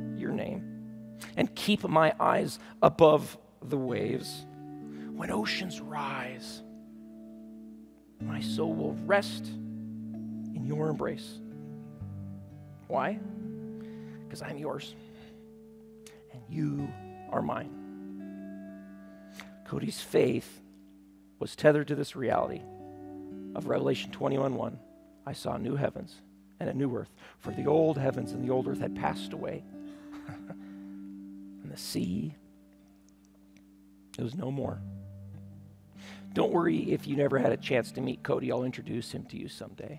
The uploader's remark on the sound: at Timberline Church